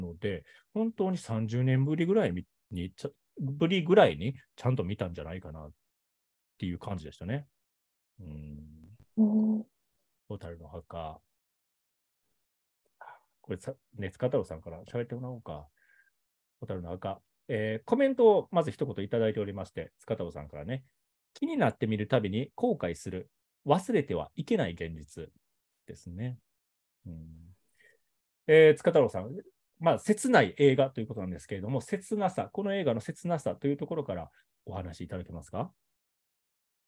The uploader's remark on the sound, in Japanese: リモートで収録したため音声に若干の乱れがあります。すみません。